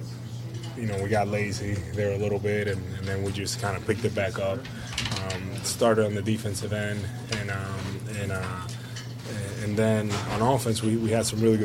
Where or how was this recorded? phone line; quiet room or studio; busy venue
busy venue